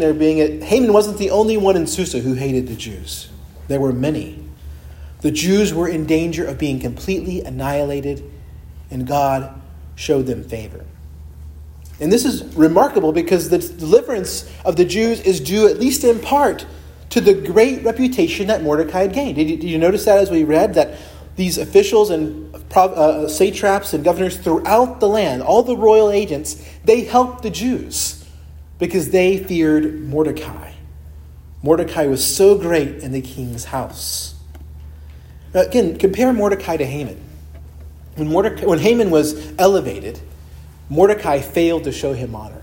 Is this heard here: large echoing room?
yes